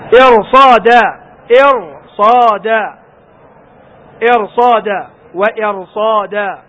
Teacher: فتفخم راء ساكنة بعدها صاد · Term: تفخم الراء